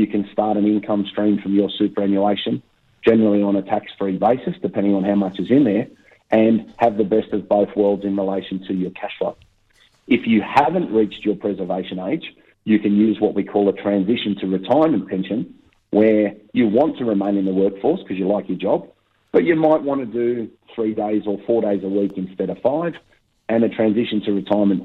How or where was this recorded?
phone line